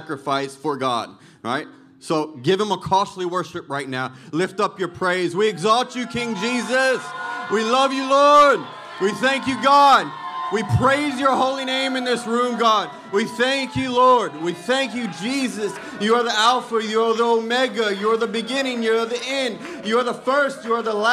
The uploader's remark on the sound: Recorded Sunday evening service at Reunion Hawaii